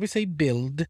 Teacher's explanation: we don't pronounce a diphthong. We only pronounce the I sound, the E sound.